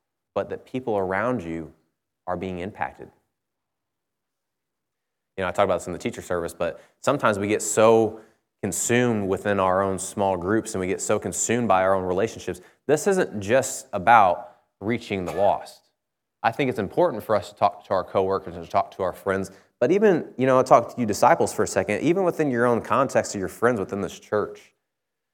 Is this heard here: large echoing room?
yes